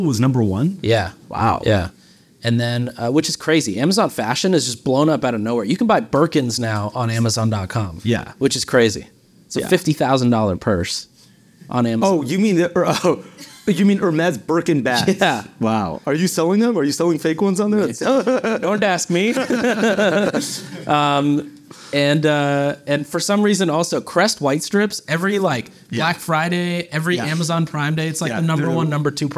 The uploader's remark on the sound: Live from Marketingland. In this special live episode from Marketingland 2023. A live audience Q&A session.